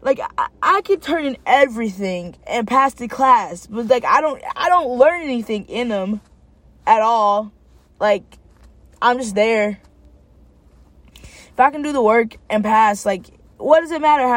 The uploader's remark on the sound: Just sitting in my car